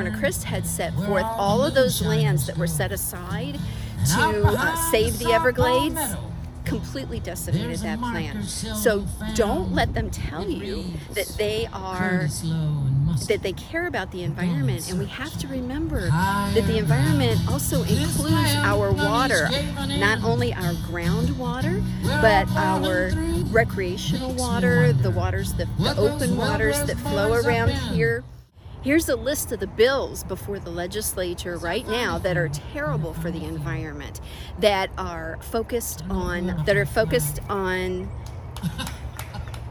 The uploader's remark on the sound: Was recorded live at the Second Annual Music Festival in Fort Myers.